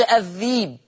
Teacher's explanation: ثلاثة، لفظ الذئب في سورة يوسف يقرأ ورش الذيب، يبدل الهمزة ياء عشان ما قبلها كسر